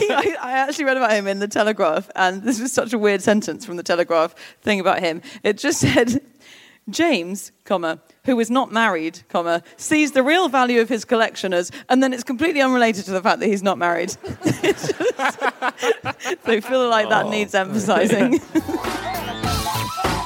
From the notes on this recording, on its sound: Live from Antwerp